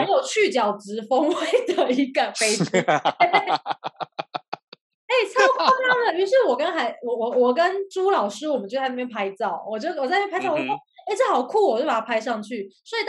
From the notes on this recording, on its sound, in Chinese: 本集採遠距錄音，因網路問題，時有斷訊、音訊不良或是雜音狀況產生